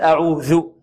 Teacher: إذن عندنا أعوذ من طرف اللسان مع طرف ماذا؟ الثنايا العليا، تبرز طرف اللسان · Term: الذال